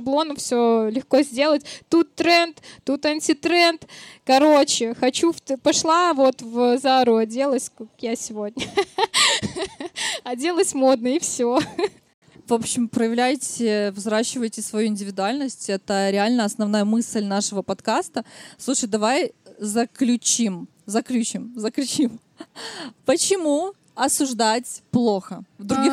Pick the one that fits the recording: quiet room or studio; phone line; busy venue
busy venue